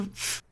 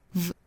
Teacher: 后面这个字母 F 不应该读清辅音，不是 F，而是 V · Shown in: second take